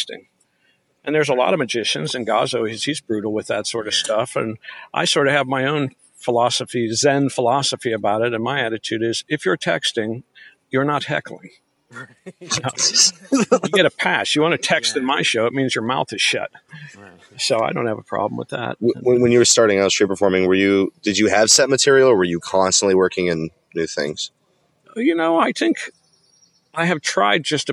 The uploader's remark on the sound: Sit outside at a park in Hollywood hills